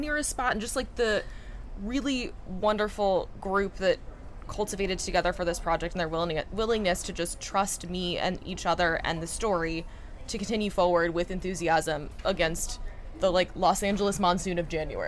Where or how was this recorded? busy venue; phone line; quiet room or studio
busy venue